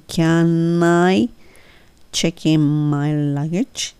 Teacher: Can と I がくっついて Can I check in my luggage?ですね